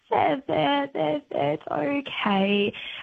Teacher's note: And you're using pitch variation. You're going from high to low.